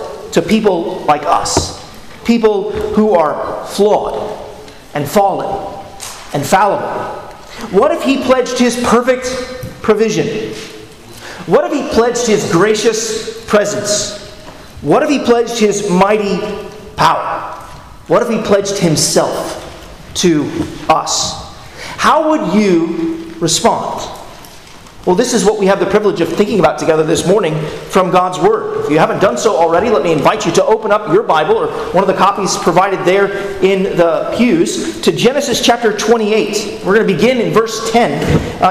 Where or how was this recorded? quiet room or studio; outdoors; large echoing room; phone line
large echoing room